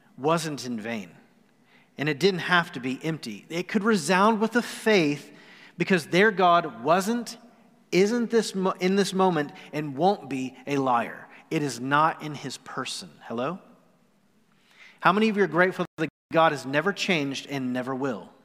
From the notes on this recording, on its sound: Recorded live on November 29, 2020.